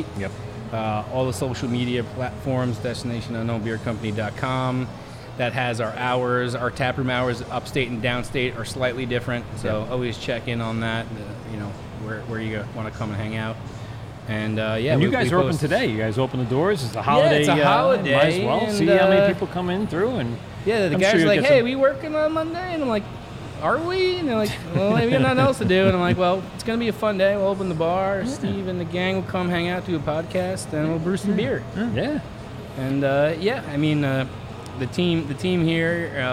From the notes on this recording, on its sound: LIVE at Dubco. Head to Destination Unknown Beer Co for a LIVE brew day!